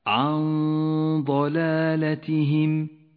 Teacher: والآن حكم الإخفاء بغنته المفخمة في قوله تعالى عن ضلالتهم، النون الساكنة وبعدها حرف الضاد المفخم، تخفى النون بحرف الضاد مع بقاء غنة للنون من غير تشديد